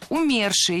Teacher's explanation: Правильный вариант – умерший. В этом слове ударение ставим на второй слог, на корень